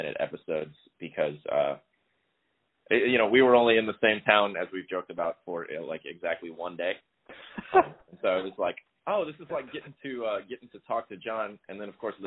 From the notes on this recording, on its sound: I used a piece of technology that's new to me which is a telephone call recorder, so the quality's a little lower than usual (a few hiccups especially in the second half) and it ends abruptly. The trade off is that I can broaden the scope of the podcast to outside just the area where I live.